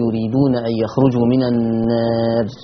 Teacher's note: يريدون أن يخرجوا من النار، لا ننسى تقليل الألف